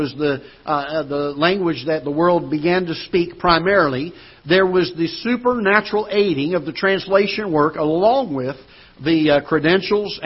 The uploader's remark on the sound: Ketha Heights Baptist Church ~ Live Broadcast